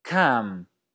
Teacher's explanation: la palabra Kham, con un tono descendente, significa la provincia de Kham